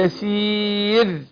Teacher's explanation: هنرقق الراء ونقول يسير، لكن ما بالغش فيها وضيع الراء خالص